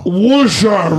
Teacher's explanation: It says don't pronounce the first R. And also make sure you put the schwa in the last syllable.